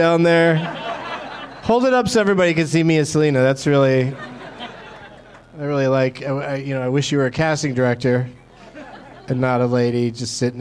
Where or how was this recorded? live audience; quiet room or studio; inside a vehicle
live audience